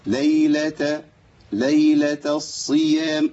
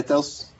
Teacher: محتاج ان انا اخلص التاء المربوطه الضعيفه من الصاد القويه · Shown in: first take